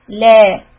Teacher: So it's la, not la. And also make the lam soft. La. The entire tongue should be down, flat.